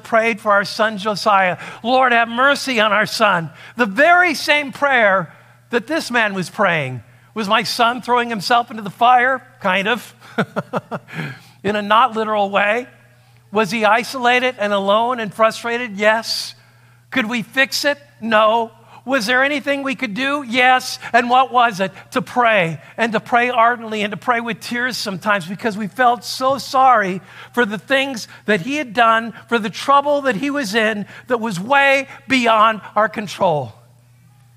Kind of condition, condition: setting, large echoing room